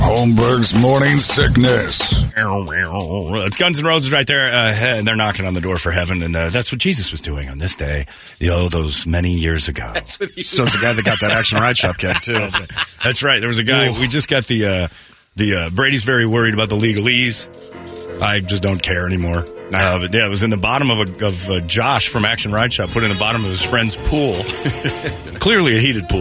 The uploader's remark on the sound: Third And Fourth Rounds Of Call Ins.